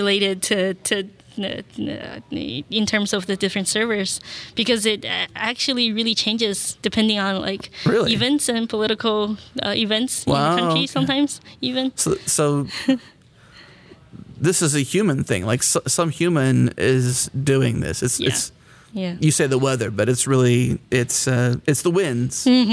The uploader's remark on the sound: recorded at Node Interactive 2016